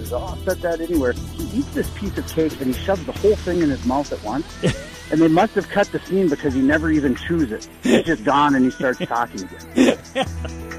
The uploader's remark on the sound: Checks In From a Lund Boat Photo Shoot.